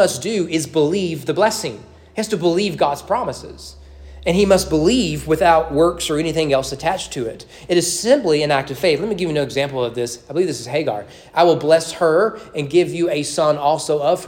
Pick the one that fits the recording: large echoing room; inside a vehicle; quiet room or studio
large echoing room